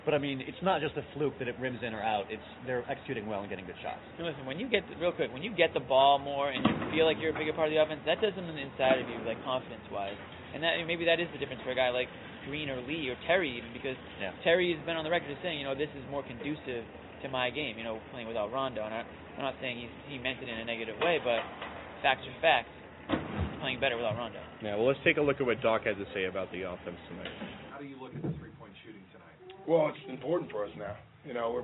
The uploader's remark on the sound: Live from TD Garden